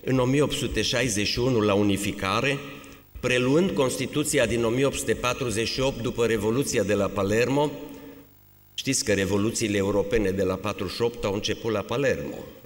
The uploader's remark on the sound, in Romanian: Conferința „România spre viitor. Un secol de istorie, de la Constituția din 1923 până în zilele noastre“. Înregistrare din Aula Academiei Române.